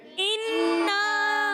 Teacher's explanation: نون مشدد میں ہمیشہ ایک الف کا غنہ ہوتا ہے نون الف زبر نا بھی ہے غنہ بھی کرنا ہے ایک